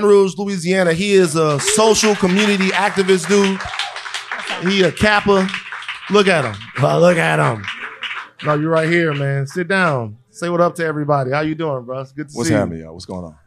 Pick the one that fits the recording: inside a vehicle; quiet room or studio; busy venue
busy venue